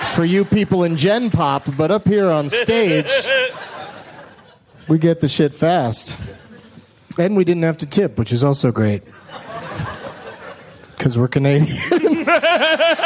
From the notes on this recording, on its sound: Live from Cap City Comedy Club in Austin, TX